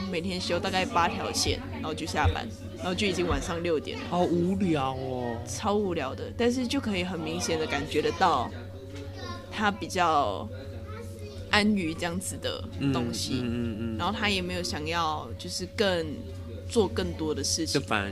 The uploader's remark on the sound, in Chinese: 在外面錄音已經快要變成本節目特色，。手一直敲到桌子，。所以麥克風一直有雜音還請大家見諒。